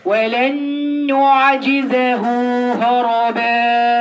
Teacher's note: مد شوية الهاء المضمومة دي